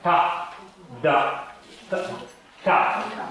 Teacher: «Та», когда язык касается твердого нёба.